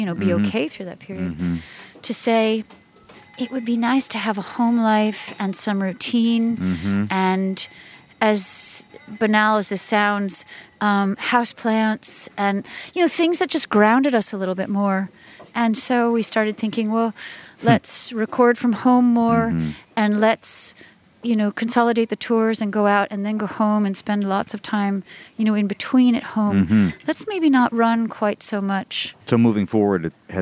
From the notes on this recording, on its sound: recorded at Ronnie Scott's jazz club in London